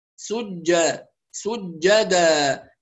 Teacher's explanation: فالجيم تخرج من وسط اللسان وليس من الطرف، فيها صفة الشدة